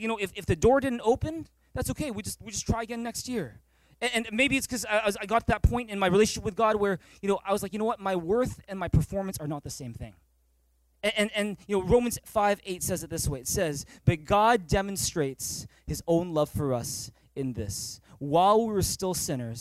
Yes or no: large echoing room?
yes